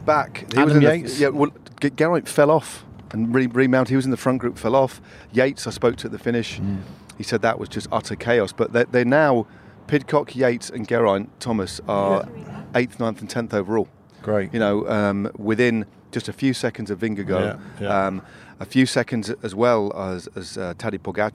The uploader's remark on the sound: catch up while driving past the iconic Arenberg